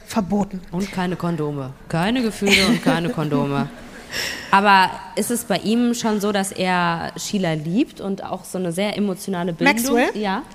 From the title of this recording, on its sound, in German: LIVE in Frankfurt am Main